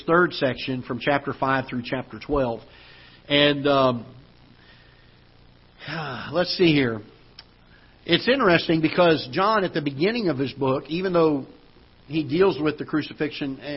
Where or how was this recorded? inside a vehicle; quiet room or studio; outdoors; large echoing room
large echoing room